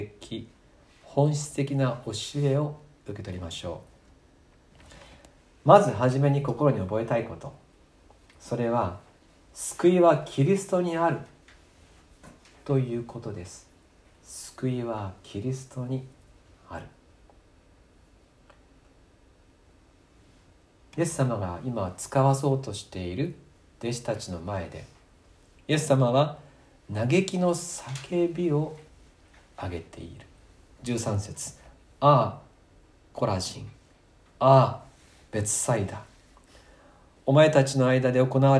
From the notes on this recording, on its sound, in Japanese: 2020年4月26日吉備教会礼拝メッセージ録音です。